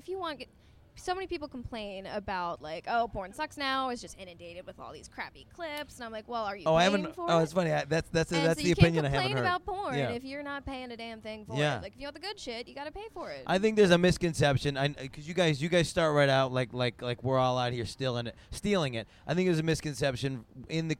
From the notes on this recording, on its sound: sit down at Exxxotica